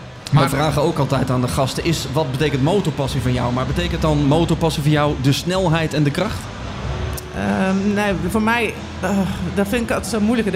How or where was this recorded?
busy venue